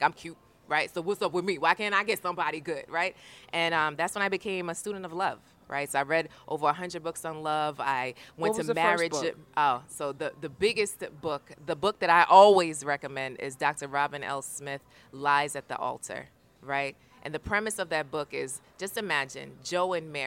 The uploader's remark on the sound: This interview was at the Women of Color Empowerment Conference in Fort Lauderdale, Florida